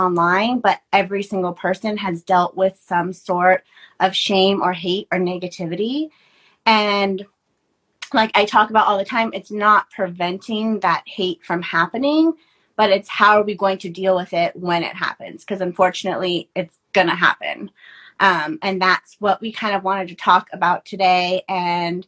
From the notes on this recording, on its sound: on Instagram live